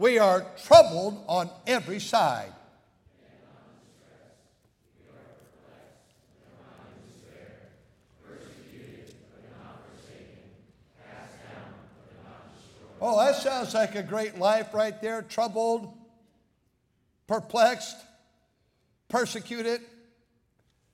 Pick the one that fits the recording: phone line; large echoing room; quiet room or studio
large echoing room